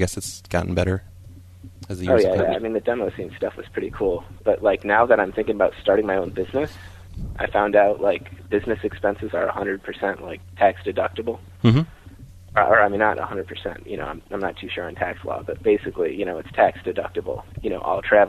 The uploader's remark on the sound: …'s Personal Prank Phone Calls Collection.